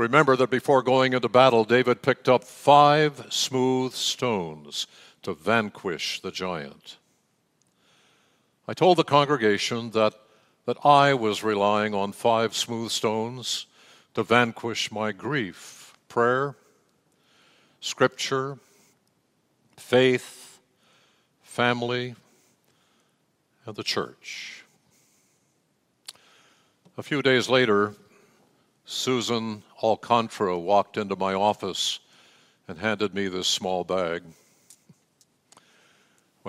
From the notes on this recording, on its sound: Message delivered during the Traditional Worship. San Marino Community Church.